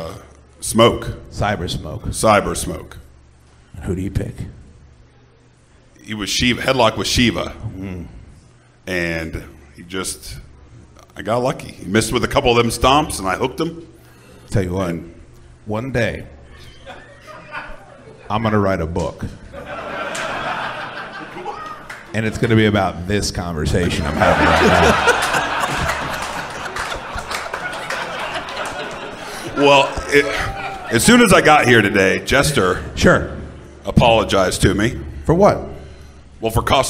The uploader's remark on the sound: The live show from our event at Flying Ace Farm this past October is here for your enjoyment.